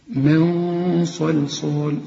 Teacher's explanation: الغنة هنا هتفخم علشان الصاد مفخمة